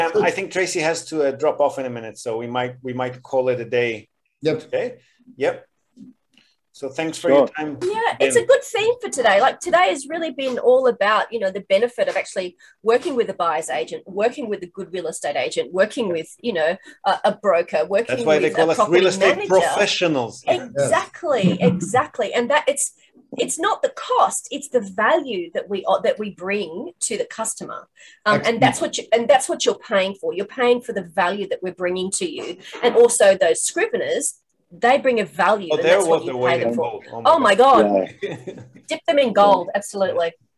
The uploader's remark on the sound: Watch the Zoom video